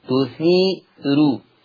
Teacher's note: كلمة تثير قرأ ورش بترقيق الراء وصلا، قرأ ورش بترقيق الراء وصلا، أما وقفا فهي مرققة للجميع. هذه الراء عند الوقف تثير مرققة وقفا لجميع القراء، أما وصلا فهي مرققة لورش خاصة